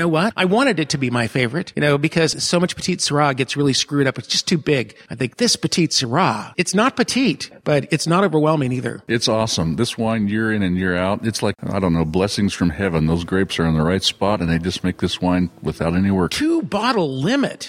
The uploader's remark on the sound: To Alta Colina Winery in Paso Robles, CA. This week’s show was recorded inside two of the trailers as well as the Alta Colina barrel room.